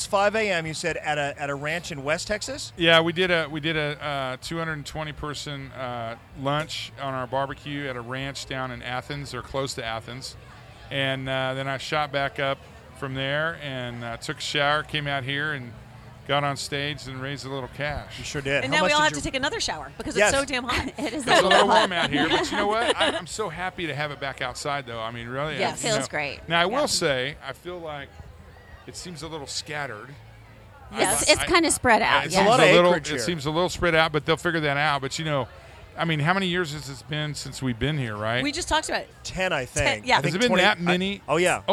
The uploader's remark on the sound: LIVE from Cattle Baron's Ball 2022. Recording live from the 49th Annual Cattle Baron's Ball at Southfork Ranch.